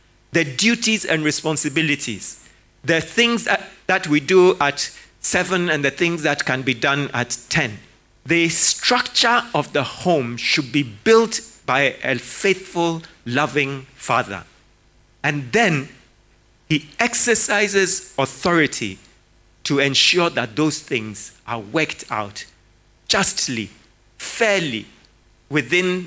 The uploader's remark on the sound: Sermon preached at CBC Shiashie Campus